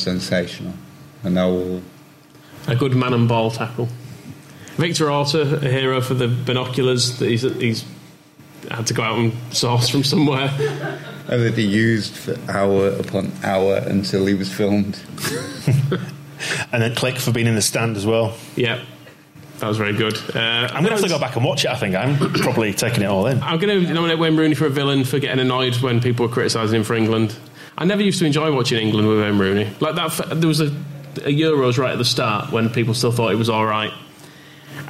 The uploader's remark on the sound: Live Campeoncast! Recorded live at the Brudenell Social Club.